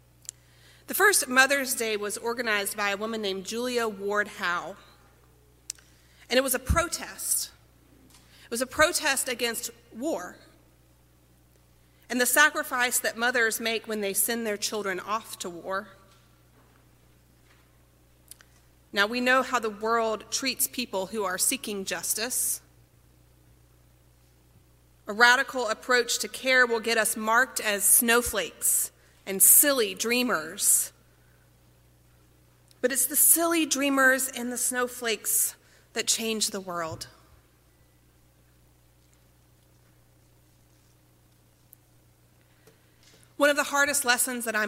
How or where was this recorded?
large echoing room